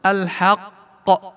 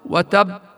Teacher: مع الانتباه أنه إذا كان حرف القلقلة في آخر الكلمة ومشددا ووقفنا عليه يكون النطق به على مرحلتين، الأولى التشديد والتباطؤ به بمقدار حركة، والثانية القلقلة، وتسمى حينها قلقلة كبرى، مثل الحق.